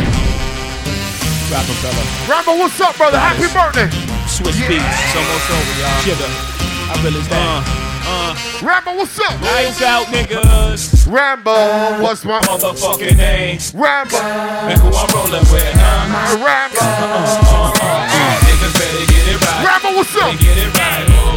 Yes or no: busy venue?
yes